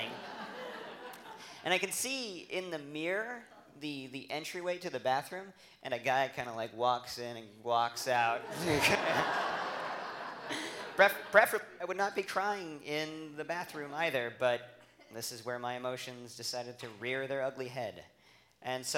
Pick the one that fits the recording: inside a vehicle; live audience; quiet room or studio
live audience